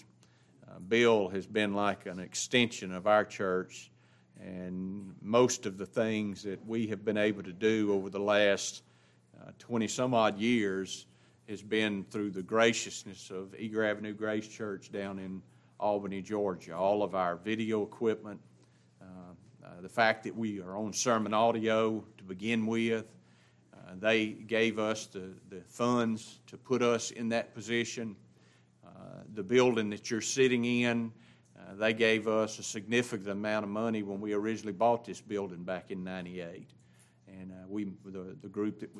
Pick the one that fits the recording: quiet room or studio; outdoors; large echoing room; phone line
large echoing room